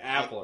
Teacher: Because it's all words that end with an A sound. They put an R there.